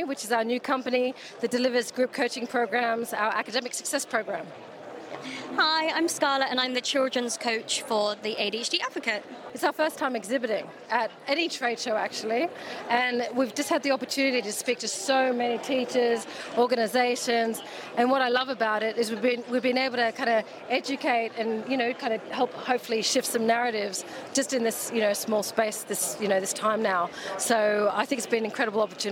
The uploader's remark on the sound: The SEND Network were lucky enough to attend the Tes SEND Show. Caught up with some of the speakers and exhibitors at the show.